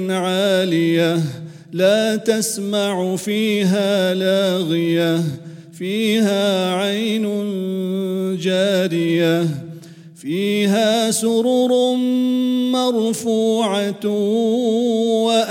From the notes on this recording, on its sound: at the Houghton Masjid (West Street)